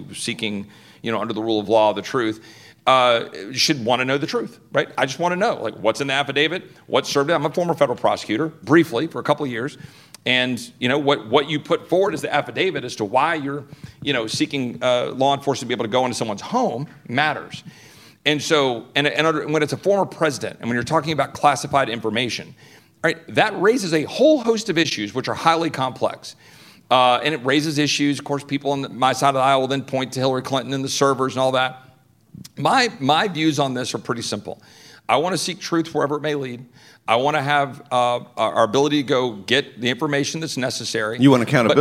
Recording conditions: live audience